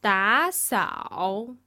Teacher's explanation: All of those words were two third tones put together, but when we pronounce them second tone and third tone.